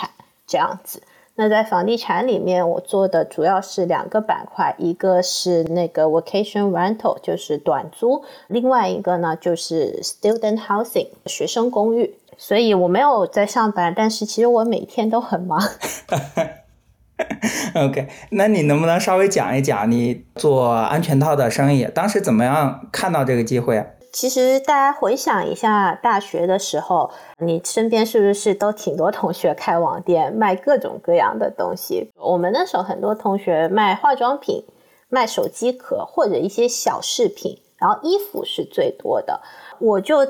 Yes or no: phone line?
no